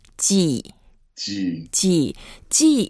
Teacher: It's a fourth tone. We go down.